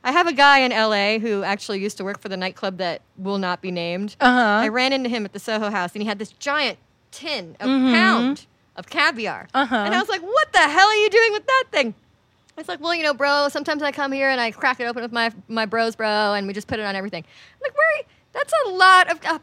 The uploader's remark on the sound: at Minnie's Bar